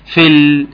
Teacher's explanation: شلت الياء خالص وشلت همزة الوصل وانتقلت من الفاء المكسورة الى اللام الساكنة